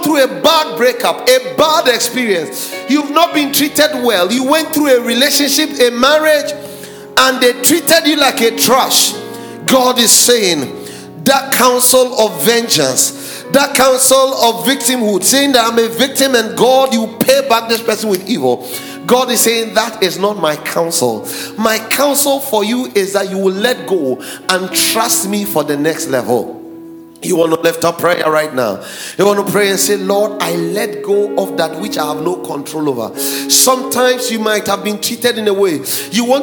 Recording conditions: large echoing room